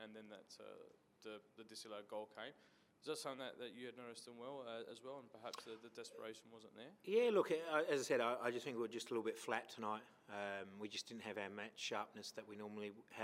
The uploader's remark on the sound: Post-Match Press Conference | Adelaide United v Perth Glory.